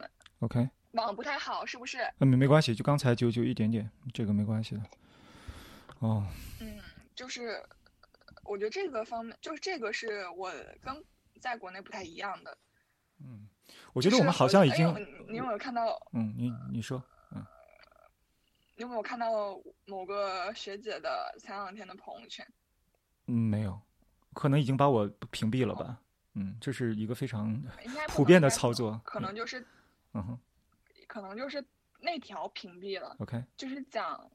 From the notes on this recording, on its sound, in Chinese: 通过微信连线采访